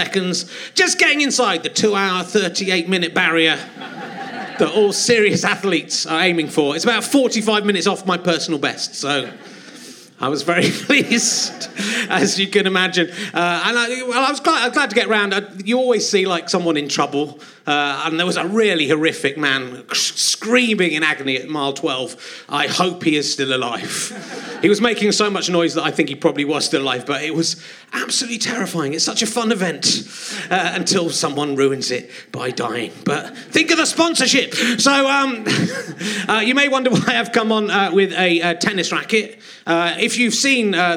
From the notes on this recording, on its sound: There aren't many flies around, but a game member of the audience agrees to be zapped.